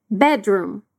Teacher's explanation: Cuidado com a pronúncia de bedroom, porque a gente não junta completamente o som do D e do R